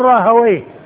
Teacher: الساكنة بعدها ياء مفتوحة وآخرها هاء واو ساكنة مضموم ما قبلها وأما أهل اللغة فينطقونها مفتوحة الواو والياء ساكنة وهي المختومة بويه